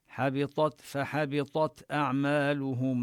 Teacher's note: نبين طاء مفخمة وتاء نبين الهمسة فيها